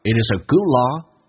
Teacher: it is a 有连音，it is a 降调做速度很快